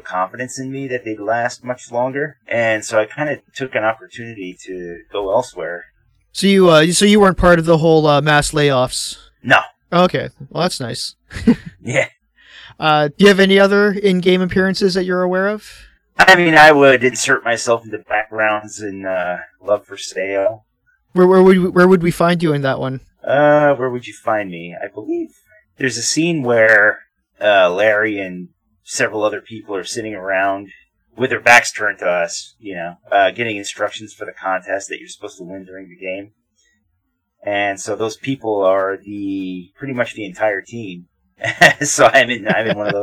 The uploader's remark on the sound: Disclaimer: this episode was afflicted by some unpredicted recording issues and so the sound quality is fairly poor.